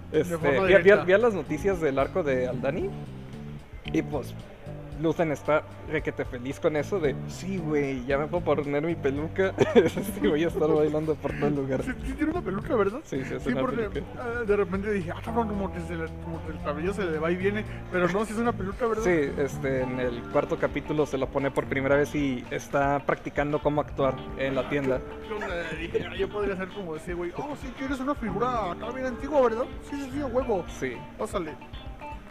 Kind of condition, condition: setting, busy venue